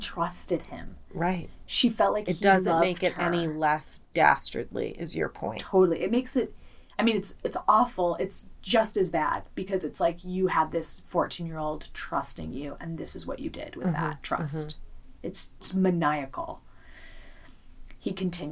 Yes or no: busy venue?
no